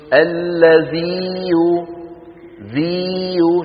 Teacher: الياء كيف ممطوطة وممدودة بمقدار حركتين